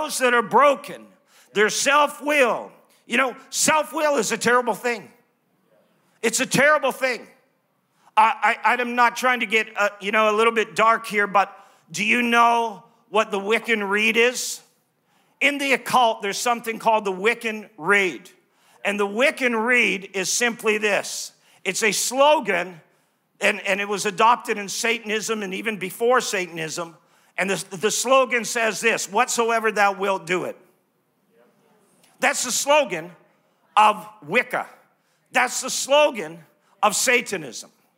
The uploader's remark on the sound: live from Neuma Church in Melbourne, Australia